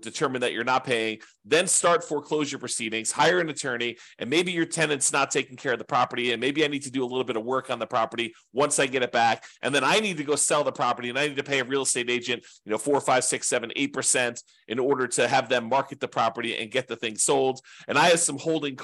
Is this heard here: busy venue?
no